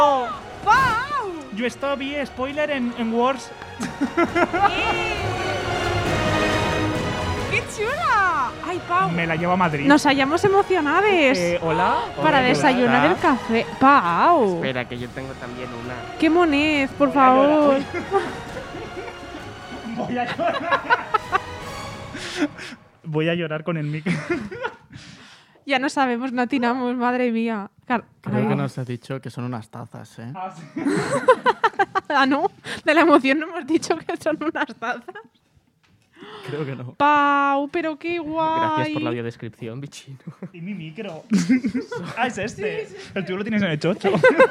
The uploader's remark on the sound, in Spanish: ¡ya está aquí el primer episodio grabado en directo ! Ya era hora de vernos lxs tres en persona.